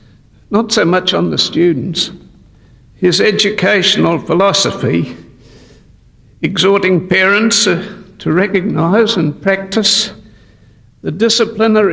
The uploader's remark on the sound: speaking in December 1981 at Speech Night in the Dallas Brooks Hall.